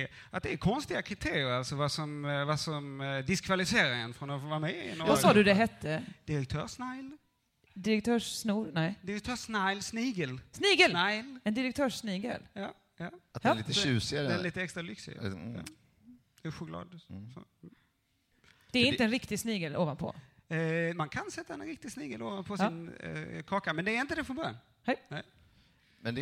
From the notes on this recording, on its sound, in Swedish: Livepodden från Lund Comedy Festival 2015 är här!